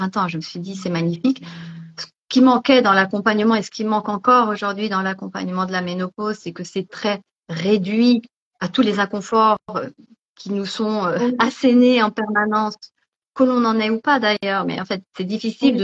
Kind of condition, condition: link, video call